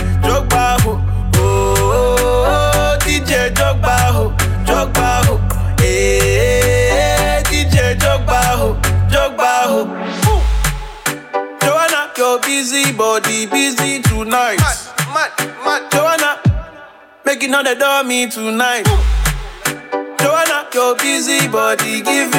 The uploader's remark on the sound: LIVE AUDIO. Live set from Baddie Szn July edition.